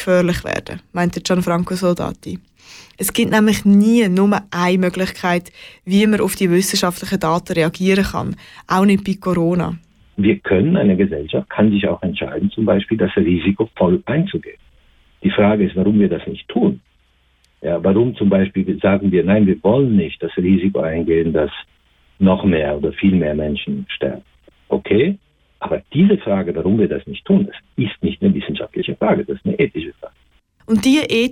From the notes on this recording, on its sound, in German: ein Telefoninterview